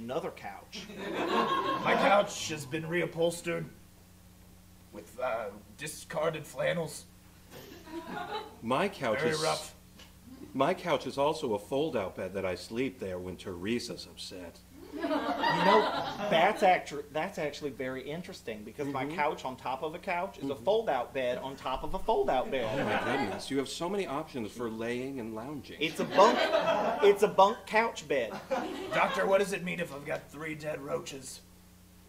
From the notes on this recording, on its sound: Live at The Kick Comedy Theater. An audience of real life people are forced to endure the boys live. Recorded at The Kick Comedy Theater in KCMO.